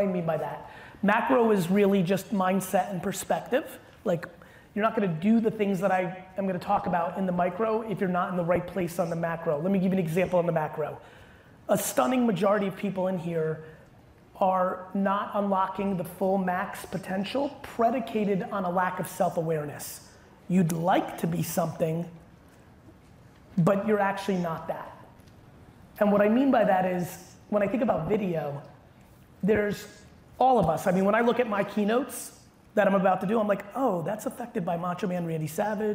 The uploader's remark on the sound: Keynote from 2022. A throwback keynote I gave in Las Vegas in May at Grow With Video Event.